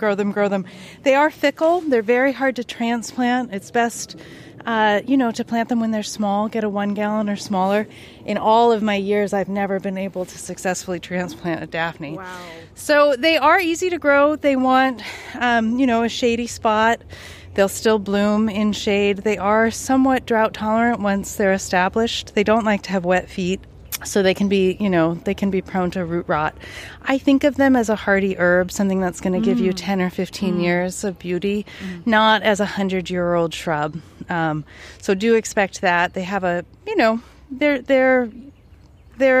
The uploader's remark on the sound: Soak in the sounds of seasonal transition as the Garden begins to bloom.